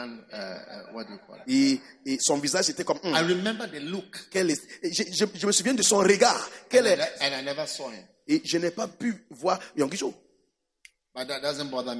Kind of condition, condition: setting, live audience